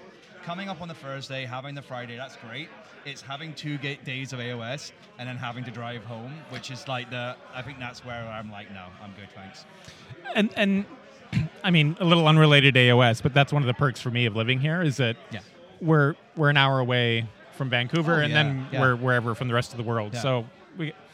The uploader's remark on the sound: We recorded at the Northern Wastes GT to capture some of the excitement and chat with our cool new friends. The volume is all over the map.